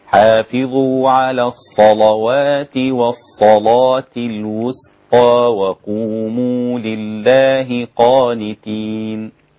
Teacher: احنا هنغلظ اللام مع الصاد فقط، اما الواو بعدها فليست مغلظة